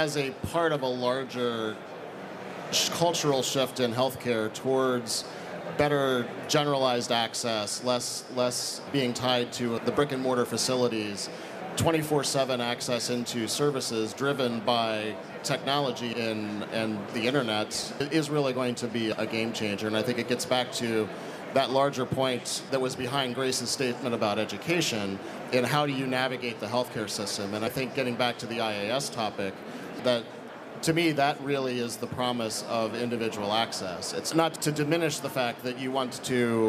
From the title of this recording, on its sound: Live at HIMSS 2023